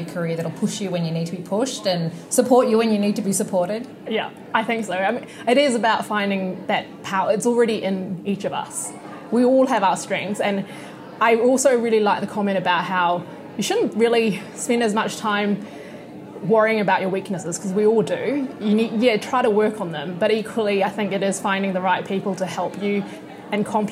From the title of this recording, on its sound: Live from Trans-Tasman Business Circle Women Leaders Summit